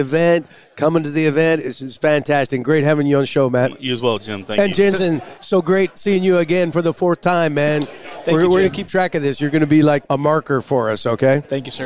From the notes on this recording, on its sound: Live from the Oilfield Electrification Technology Conference.